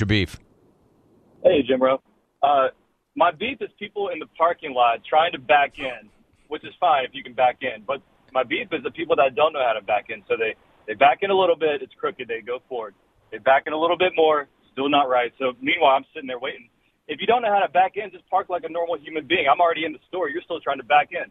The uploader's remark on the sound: Phone Calls